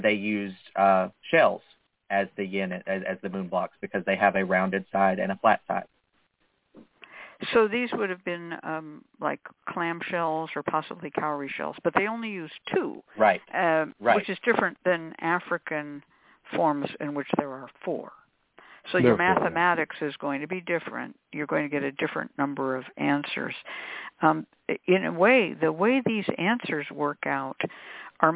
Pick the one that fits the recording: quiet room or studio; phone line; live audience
phone line